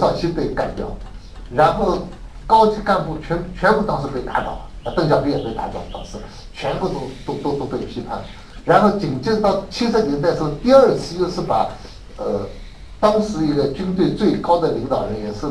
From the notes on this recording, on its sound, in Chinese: “复兴论坛”是由复旦大学、中国科技大学、同济大学、兴全基金合作的高端学术文化论坛。本音频是由“复兴论坛”系列讲座录音整理而成。